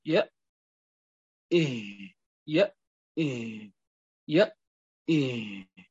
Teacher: طبعا خروج الهمزة أحيانا والهاء أحيانا من نفس المخرج · Term: الهمزة والهاء